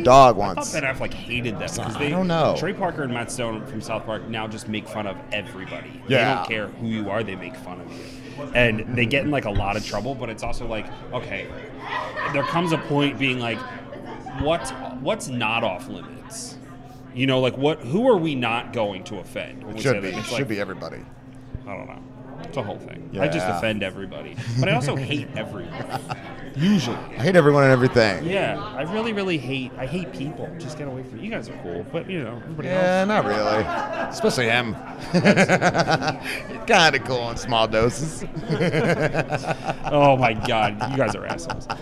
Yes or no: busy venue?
yes